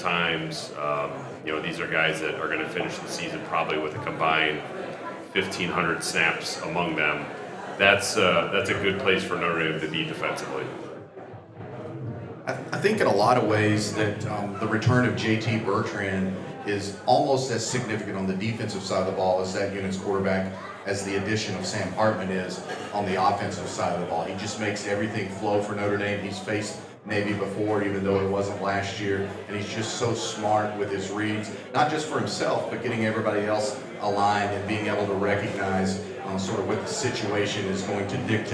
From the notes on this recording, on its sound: Recorded Live at " The Bar ". Takes questions from the fans.